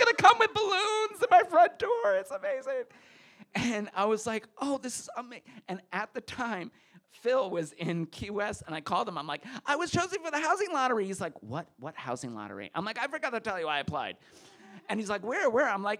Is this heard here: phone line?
no